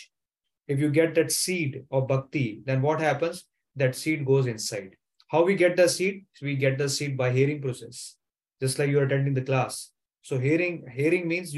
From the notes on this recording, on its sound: Zoom recorded class